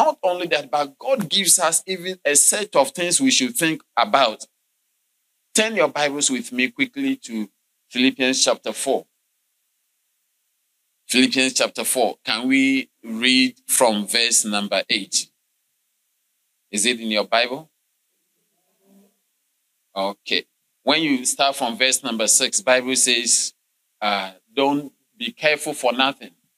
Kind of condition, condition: setting, large echoing room